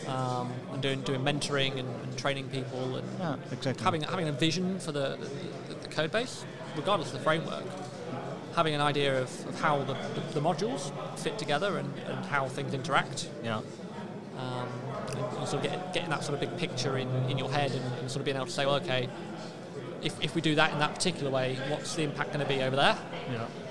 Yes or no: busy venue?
yes